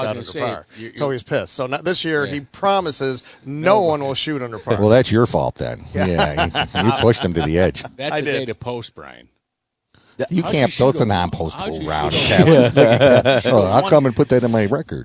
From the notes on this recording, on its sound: Tee 2 Green live from Diamondhawk on April 29th